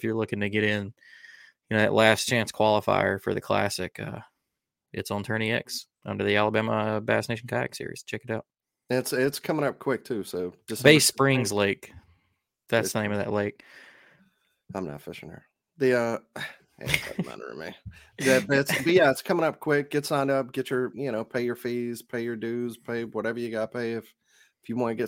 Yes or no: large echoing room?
no